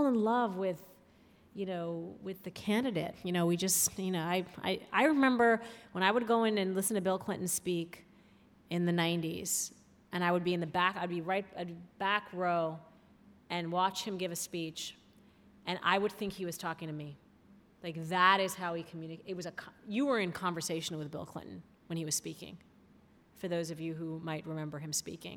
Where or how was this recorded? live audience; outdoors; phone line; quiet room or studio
live audience